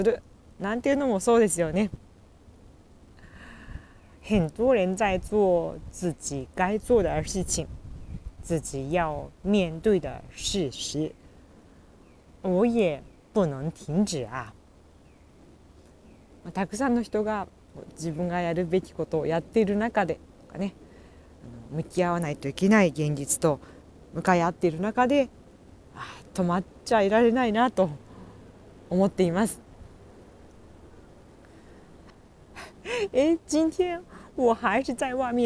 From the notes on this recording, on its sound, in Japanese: 無編集。ため息、雑音多め、なにとぞお許しください！